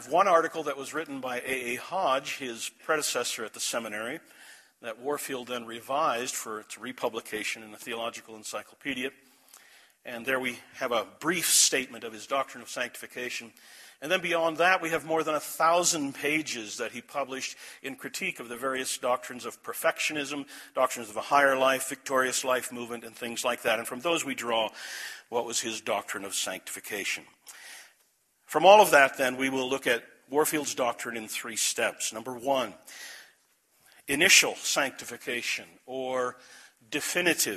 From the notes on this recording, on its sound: This message was delivered at The Clarus Conference, Desert Springs Church, Albuquerque, NM, March 9, 2012.